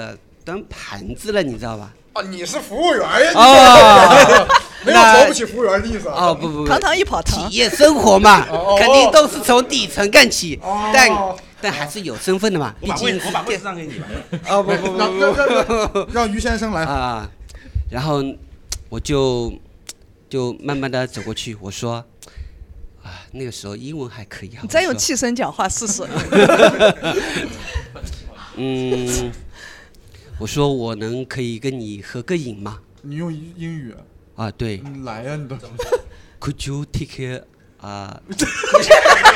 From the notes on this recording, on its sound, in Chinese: 与现场观众们浅浅交流了一下。上头计划播客节目 也会不定期组织线下录制 （坐标杭州）。